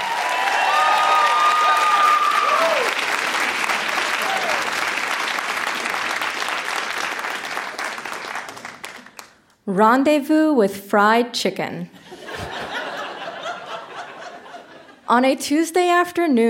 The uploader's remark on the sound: Recorded live at The York Theatre in Vancouver, in partnership with ONE TO ONE, a children’s literacy program.